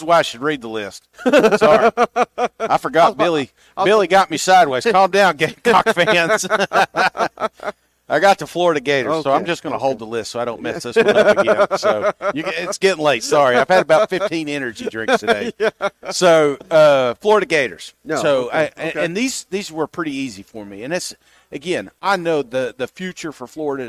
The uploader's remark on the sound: SEC Media Days LIVE! 2023 SEC Media Days live from Nashville.